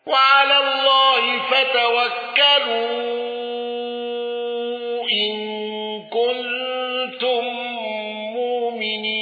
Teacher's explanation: قالون بتوسط المنفصل وصلة ميم الجمع